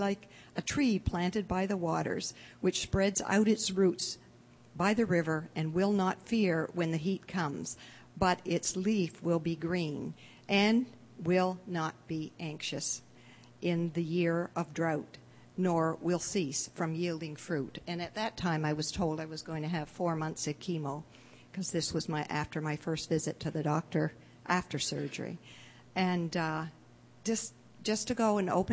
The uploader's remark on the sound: delivered at The People’s Church of Somerville, NB on the evening of January 18, 2015